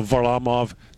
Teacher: the accent on the middle syllable